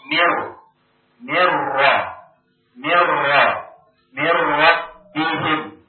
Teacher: Nun sukun bertemu dengan ra. Mirrabbihim. Nun sukun masuk ke ra. · Term: idgham bighairi gunnah